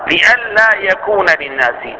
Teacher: ولما كانت النون تدغم في اللام أدغمت نون أن في اللام فصار لألا